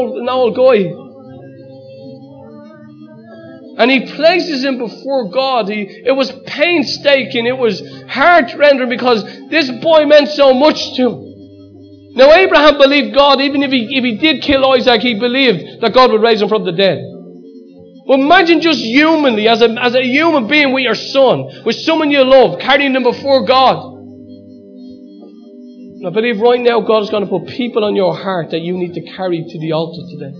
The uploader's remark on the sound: Recorded live at Liberty Church on 10th Feb 2019